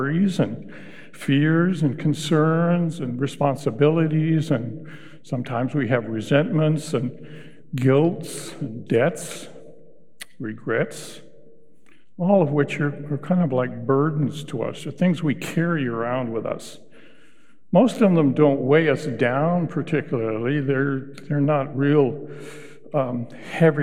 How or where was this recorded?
large echoing room